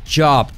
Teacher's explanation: Es como un sonido CH, pero así, activando las cuerdas. Es como hacer CH e Y a la vez. · Term: sonido J inglesa